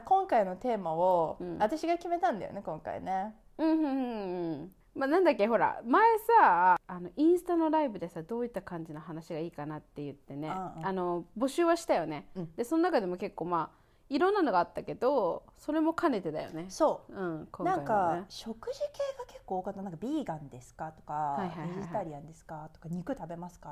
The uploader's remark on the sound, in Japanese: 今回なんか音声が小さかったり大きかったりするの、ごめんね。